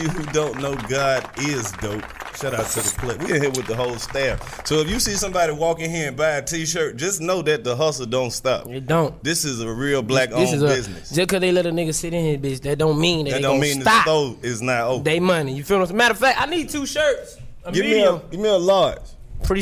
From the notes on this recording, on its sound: out of the studio and live on Edgewood at the God is Dope clothing store